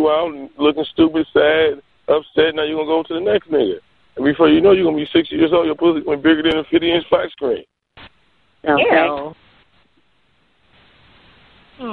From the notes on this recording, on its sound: …'s Personal Prank Phone Calls Collection.